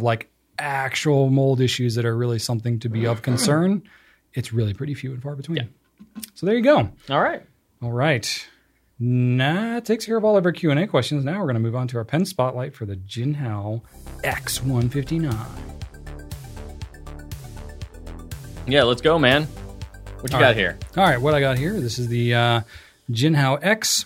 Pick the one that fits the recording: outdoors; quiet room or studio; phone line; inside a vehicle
quiet room or studio